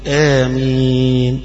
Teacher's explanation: مديت الألف الأولى هذا المد الطبيعي حركتين، أو آمين مدا طويلة من غير تسقيل الميم بعدها.